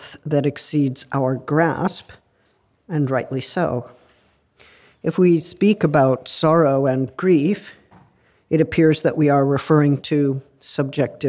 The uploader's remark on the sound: The lecture was recorded at the University of Copenhagen, Denmark, on May 4th 2023.